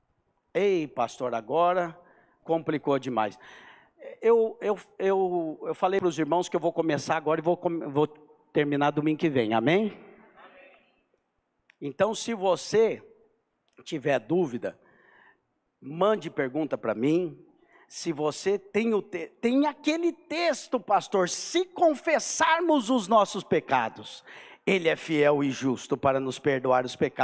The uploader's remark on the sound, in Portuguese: CULTO AO VIVO